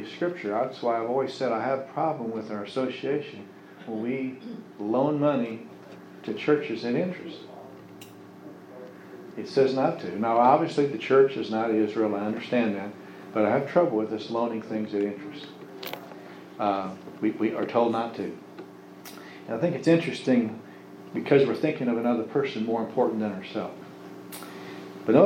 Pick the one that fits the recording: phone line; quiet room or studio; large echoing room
large echoing room